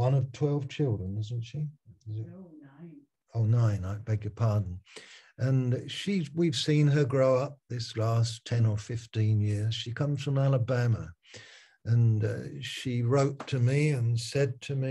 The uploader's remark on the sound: Malaysia Meets (Zoom).